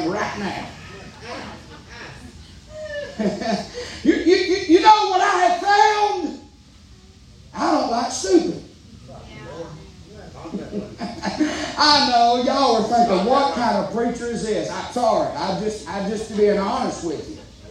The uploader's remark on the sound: preaching live from Still Water Baptist Church